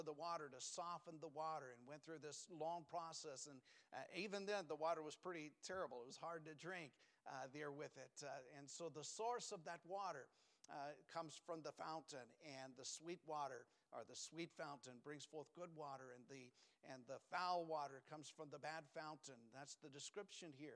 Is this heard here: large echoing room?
yes